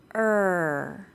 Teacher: The R sound happens at the back of our mouth with our tongue bunched up very near our back teeth.